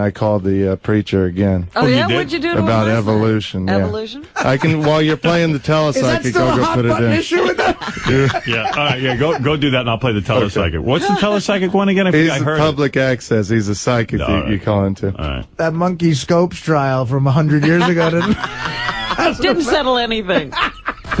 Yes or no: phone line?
yes